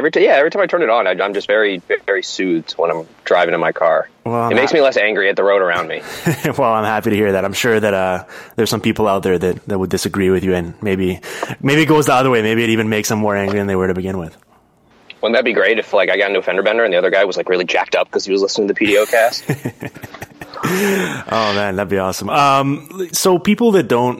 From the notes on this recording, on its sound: over the phone